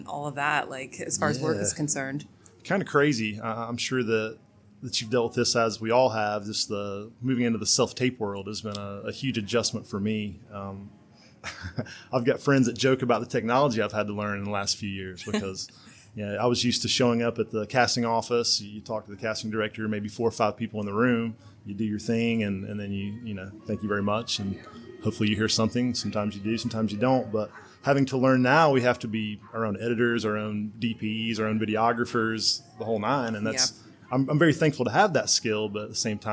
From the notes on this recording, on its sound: we filmed in a public location so there will be minimal background noise